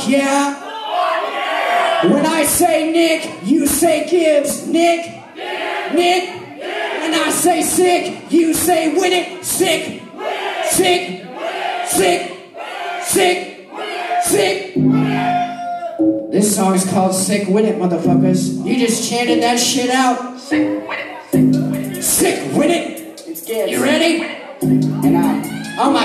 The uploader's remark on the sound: Live At The Roxy 11/7/2020